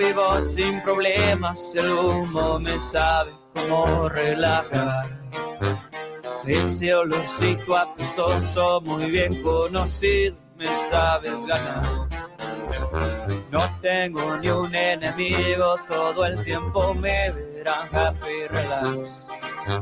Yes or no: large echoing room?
no